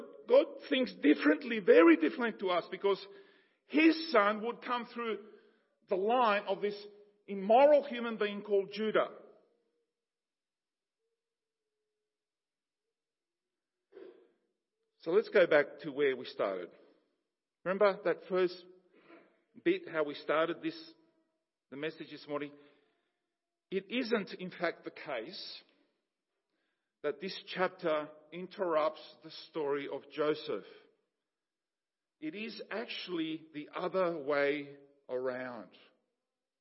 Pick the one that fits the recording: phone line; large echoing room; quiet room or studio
large echoing room